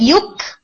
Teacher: students actually اس کو throat میں نہیں لے کر جاتے بلکہ کاف کے مخرج سے بولتے ہیں